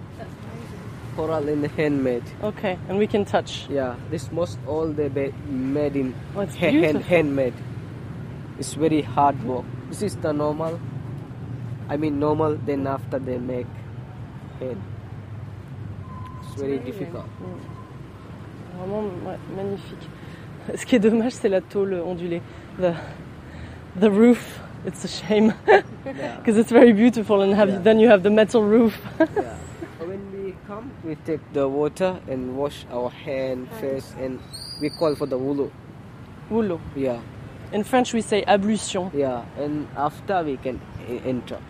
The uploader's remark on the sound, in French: Ils sont allés, chacun de leur côté, glaner des sons dans deux pays au présent tourmenté. Le Népal, pays hautement sonore, dans lequel le micro attrape et piège des kilos et des kilos de sons, cloches, musique, klaxons, prières... Enregistré en février 2013 à Katmandu, Boddnath, Baktapur, Patan et Tapoban.